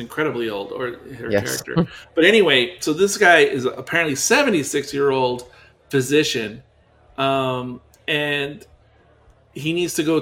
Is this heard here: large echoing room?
no